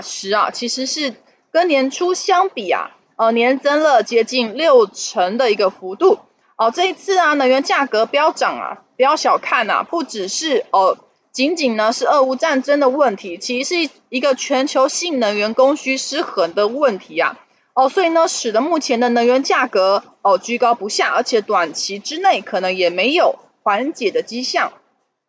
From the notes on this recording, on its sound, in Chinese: 本集有些許雜音，已亟力避免，如有察覺請多多包涵